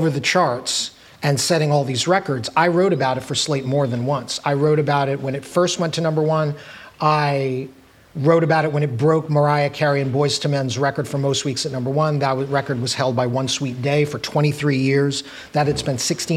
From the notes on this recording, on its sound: recorded live on at Housing Works bookstore in New York City